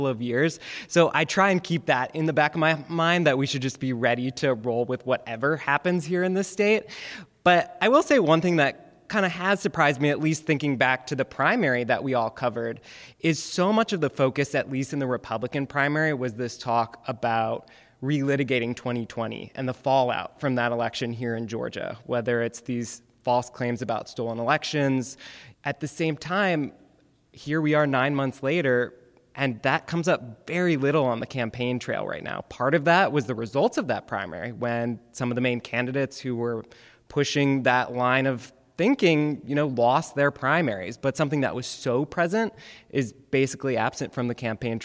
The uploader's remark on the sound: Live from the Atlanta University Center. Georgia Votes is live this week at the Woodruff Library at the Atlanta University Center where we hear from young voters. Joined on stage by Clark Atlanta University professor.